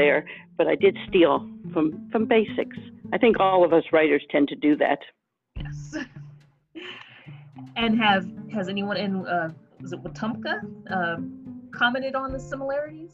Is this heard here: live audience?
no